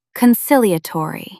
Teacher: Stress the second syllable.